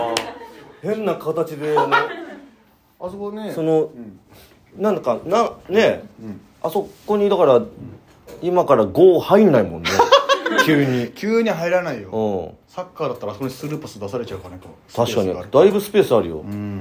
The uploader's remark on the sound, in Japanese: 第4回トークライブ公開収録』 from Radiotalk。